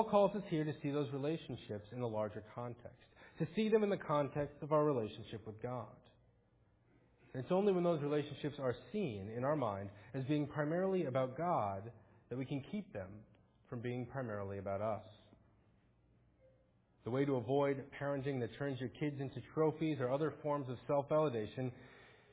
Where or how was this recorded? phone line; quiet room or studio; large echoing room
large echoing room